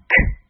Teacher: 这是个清辅音，声带不振动。